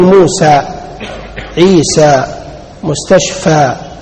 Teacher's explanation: هو مقصور هنا في الصوت، سمي اسما مقصورا لأنك تقصر المد الذي فيه، يعني تقف عند الألف ولا تمد أنت الصوت بعد الألف، فتقول موسى، عيسى، مستشفى، ما تقول موسى، عيسى، دنيا، ما تمدها. · Term: قصر الصوت